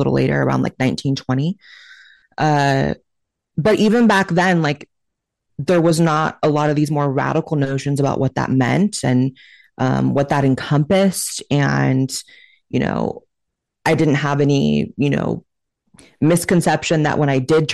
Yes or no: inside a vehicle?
no